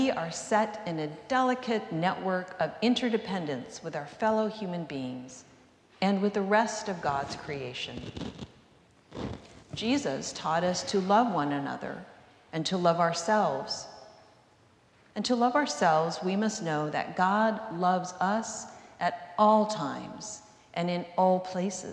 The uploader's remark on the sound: recorded live at the 10:00am service on Sunday, April 9, 2023.